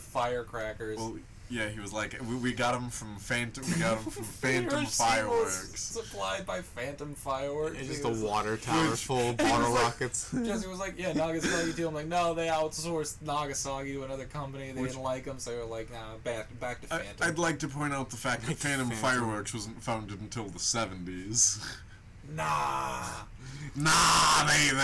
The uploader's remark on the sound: we tried recording in a new setup and it didnt work!